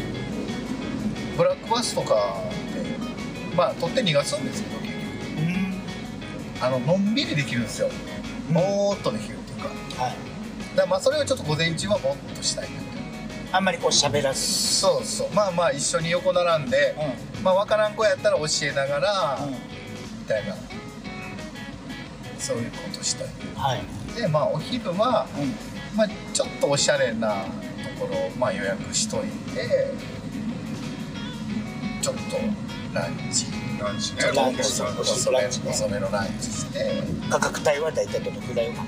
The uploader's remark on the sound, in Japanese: 日本一時帰国中、関西に滞在していた際、。ドライブで遊びに出かけていた時に収録した、おじさん3人で繰り広げる駄話をお届けします！ドライブ中の収録のため、音質があまりよくないのと、後部座席に座っている。